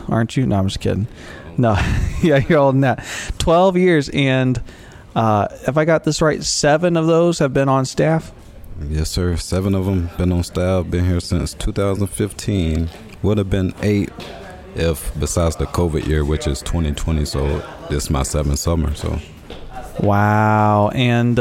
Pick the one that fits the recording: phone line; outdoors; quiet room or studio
outdoors